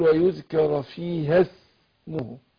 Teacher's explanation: الهمزة الوصل اللي هي الألف اللي قبل السين في اسمه بتسقط في وسط الكلام. فأقول ويذكر فيها اسمه.